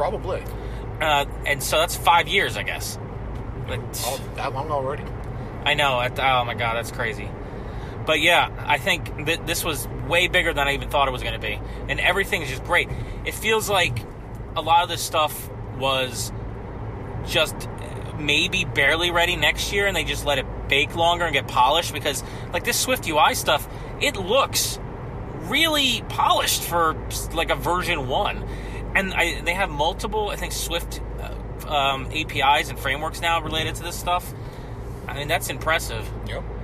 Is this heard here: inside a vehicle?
yes